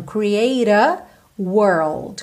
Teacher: o T aqui ganhou rarara e já juntou no A, ok? Já que o E final do create não é pronunciado.